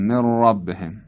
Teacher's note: یه مختصر تکریری در را وجود داره که جزء طبیعت حرفه